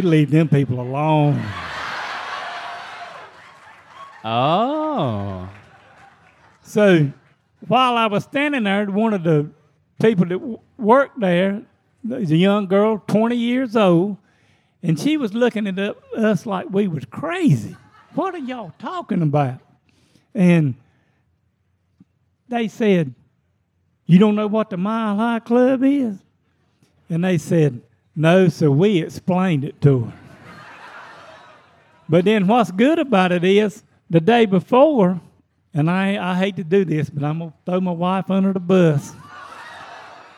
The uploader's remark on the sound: We’re live at MythiCon!